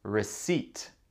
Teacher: il y a un P là que se prononce pas.